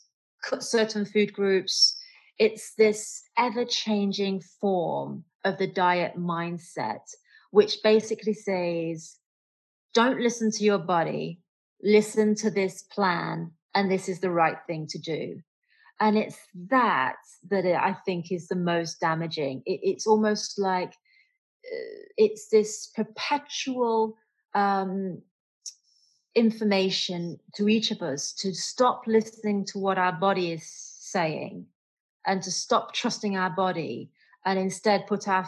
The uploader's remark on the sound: has a Zoom chat